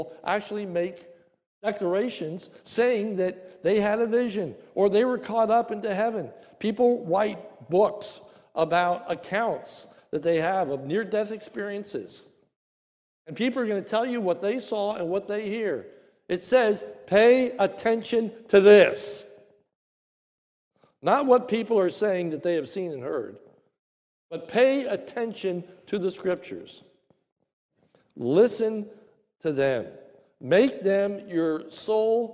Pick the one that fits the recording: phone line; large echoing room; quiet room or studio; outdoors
large echoing room